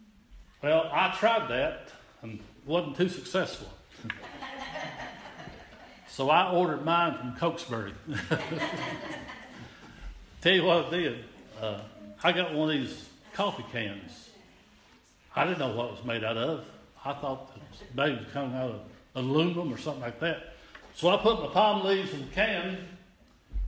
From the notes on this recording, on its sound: This is an audio recording of the Sunday service at Persia United Methodist Church in Rogersville, TN on Sunday, February 26, 2017.